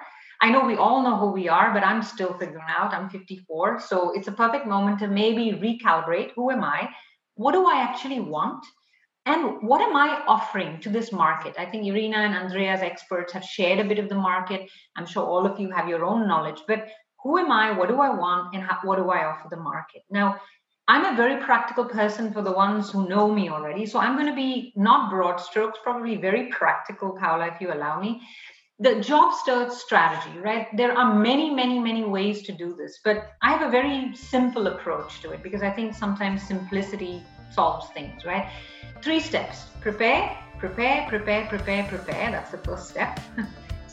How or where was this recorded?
video call